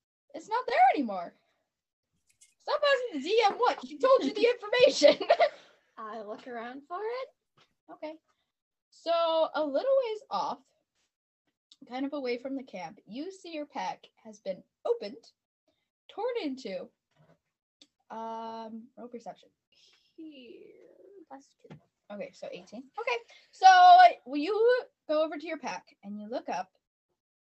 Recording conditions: poor sound quality